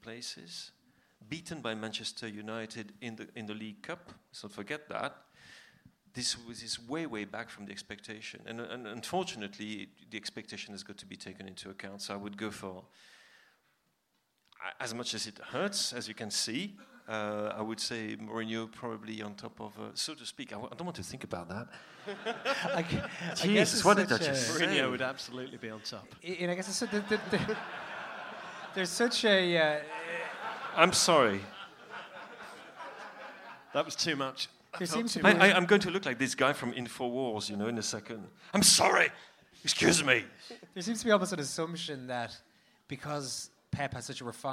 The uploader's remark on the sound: The second half of our Q&A event at Dublin’s Sugar Club held on Monday 24th April. Some of the comments made on the night were strictly off the record, so you’ll notice a couple of dips in the sound on occasion.